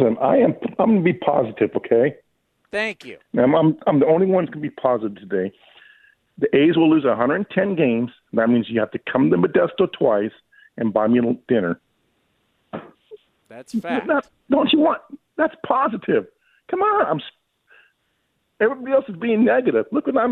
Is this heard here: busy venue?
no